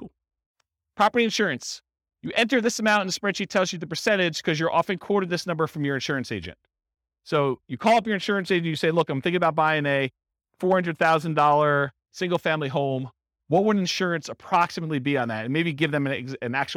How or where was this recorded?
live audience